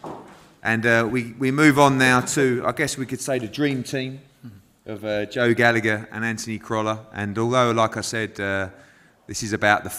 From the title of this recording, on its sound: Press Conference